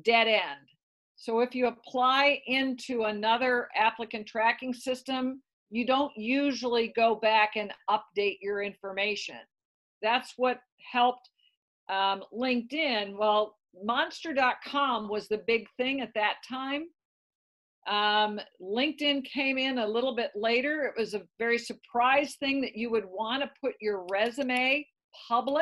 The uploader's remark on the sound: We had the pleasure of zooming in with Founder and President of TeamWork Online